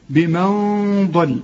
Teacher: هنا نون وبعدها الضاد، برضو الضاد من حروف الإخفاء. هنا الغنة هنا مفخمة، ليه؟ علشان الضاد مفخمة